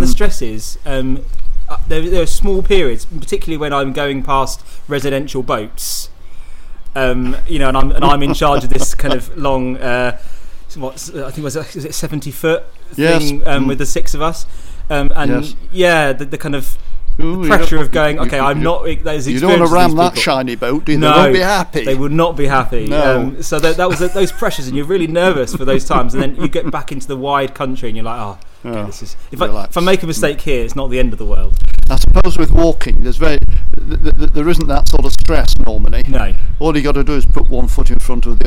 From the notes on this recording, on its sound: Sorry for the noisy wind on the recording